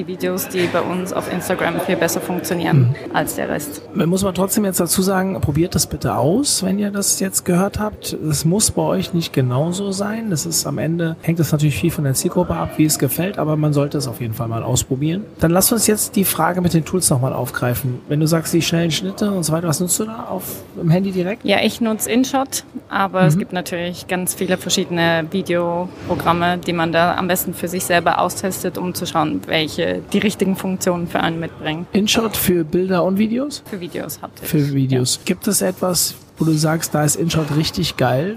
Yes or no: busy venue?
yes